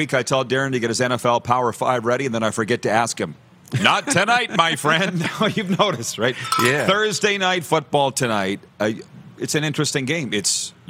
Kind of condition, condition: setting, busy venue